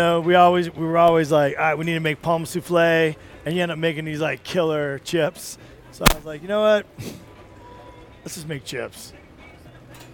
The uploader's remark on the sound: Live in Telluride at the LittleHouse